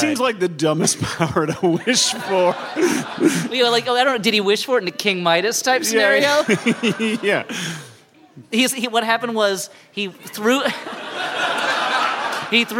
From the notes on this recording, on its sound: We reach way back into the Flop House vault to bring you a live show from the winter.